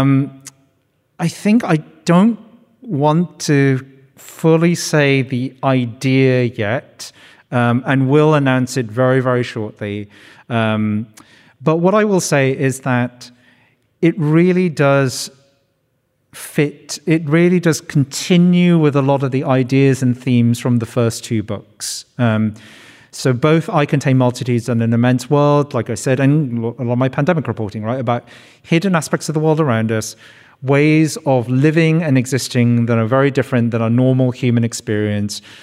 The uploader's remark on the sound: Live at The Capitol for a revelatory conversation. This event was presented in partnership with RMIT Culture. It was recorded on Saturday 14 October 2023 at The Capitol as part of Spring Fling.